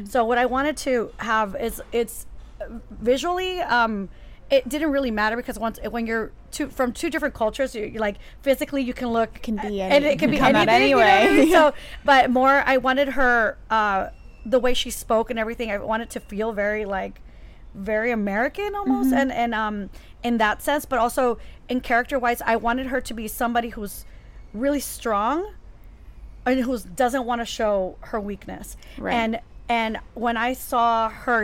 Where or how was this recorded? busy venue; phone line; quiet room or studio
busy venue